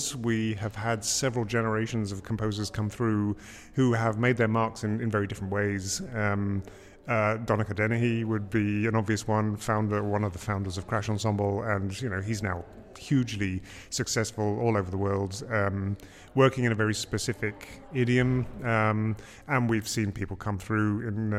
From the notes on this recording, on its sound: at the 2019 Huddersfield Contemporary Music Festival